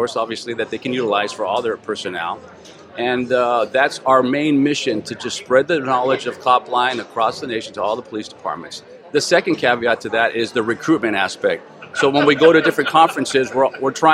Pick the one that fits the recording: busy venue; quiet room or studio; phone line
busy venue